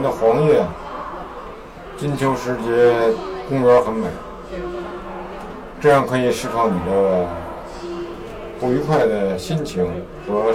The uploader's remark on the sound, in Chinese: 我们在北京天桥艺术中心搞了件大事——发现喜剧周。在那里我们搭起了一个电话亭。观众走进电话亭聊聊自己。受限于收音条件，背景音会有些嘈杂。